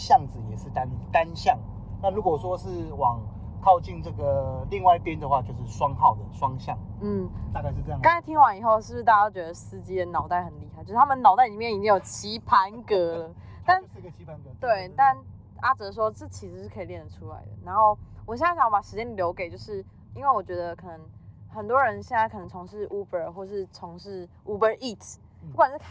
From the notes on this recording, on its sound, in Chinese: 某天搭UBER在回程路上聽大哥講故事用手機錄音 音質有點糟。